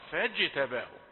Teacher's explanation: قلقل الجيم. فاجتباه هي شديدة مقلقلة.